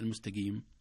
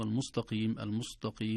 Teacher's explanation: المستقيم تجد السين تنحو نحو الصاد والتاء نحو الطاء